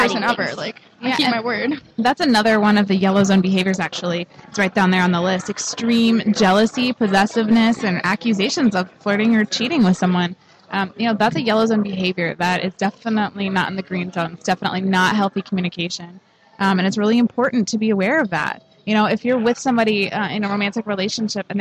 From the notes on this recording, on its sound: on location at the Microsoft Store inside the Scottsdale Fashion Square Mall